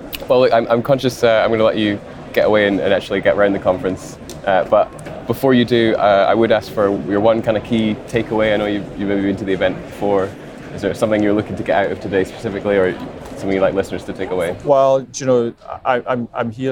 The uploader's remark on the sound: The Energy Voice team are at the All-Energy conference this week, the UK’s largest renewable and low-carbon energy exhibition and conference.